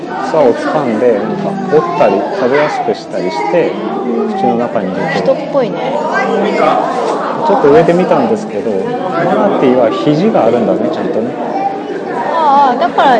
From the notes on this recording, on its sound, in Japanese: 居酒屋さんで収録。ずっと撮っていたから、しゃべりにくかったかも知れません。私は酔っていたので、気にせず話してました。